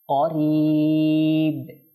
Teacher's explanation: এটা যেহেতু বা আমরা সাকিন করছি সেজন্য কলকল করছি